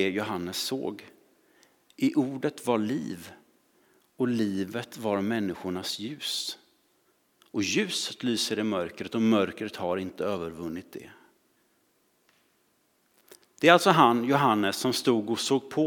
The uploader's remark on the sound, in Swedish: Inspelning från Immanuelskyrkan Skövde.